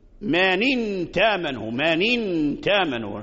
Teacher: حذف الهمزة ونقل حركتها الكسر، حركة الكسر إلى النون الساكنة · Term: النقل